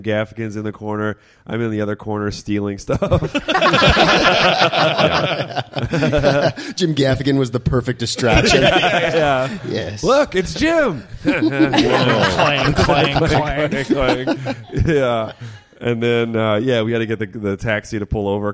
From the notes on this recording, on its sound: It's a live podcast recording from the Grindstone Comedy Festival in Edmonton